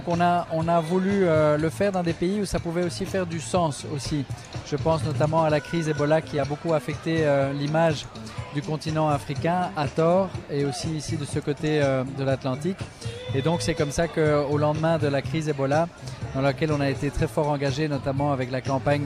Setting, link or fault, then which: setting, busy venue